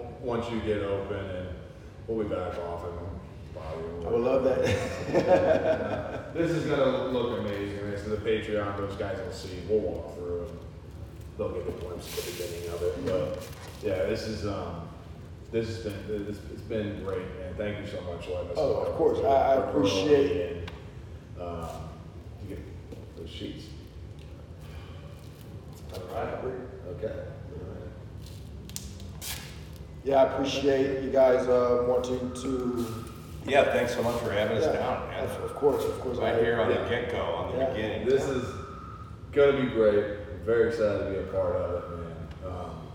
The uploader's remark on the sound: Please mind the open air echo